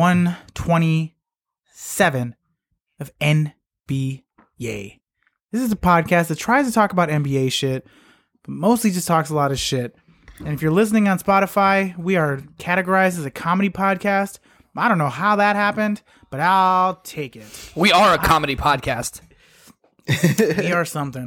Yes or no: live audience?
no